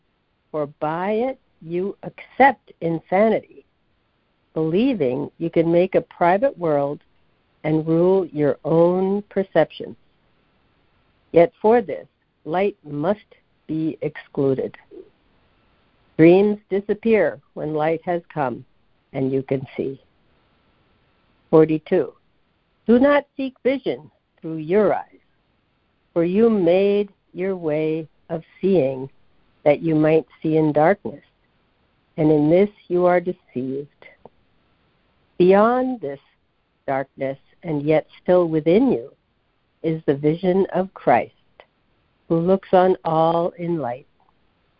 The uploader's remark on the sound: ACIM Daily Conference Call.